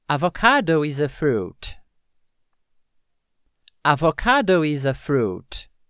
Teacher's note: Entre o is e o a, eu fiz um som de ligação que ficou isa. Isa. Novamente.